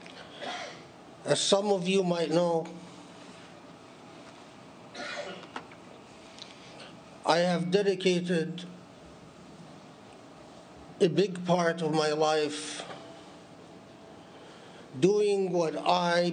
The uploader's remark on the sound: Delivered at the Islamic Center of Southern California, Los Angeles, CA on 12 October 2018.